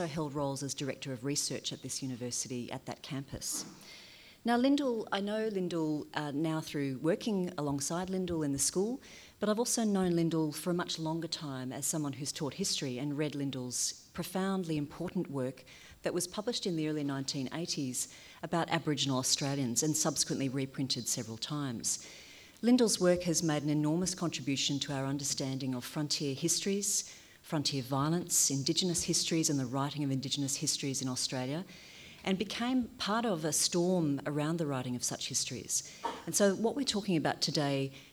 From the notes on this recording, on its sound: This session was recorded at the 2018 Newcastle Writers Festival as part of the University of Newcastle's free NEW Thinking series.